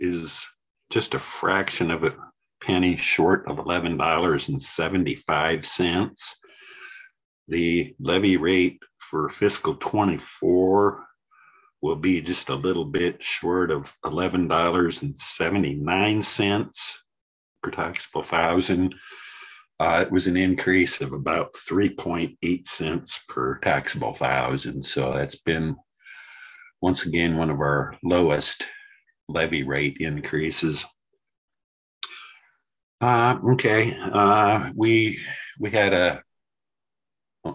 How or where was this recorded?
video call